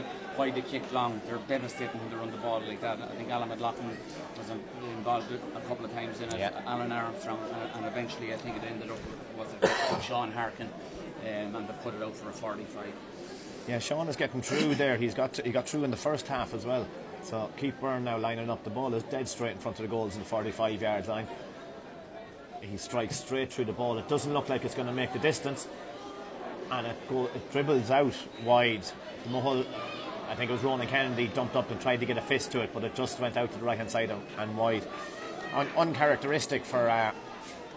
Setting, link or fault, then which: setting, busy venue